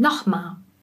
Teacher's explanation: Bei dem Wort nochmal wird das L gerne weggelassen.